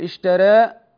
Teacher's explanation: التقليل بين الفتح والإمالة، بين الإمالة الكبرى والفتح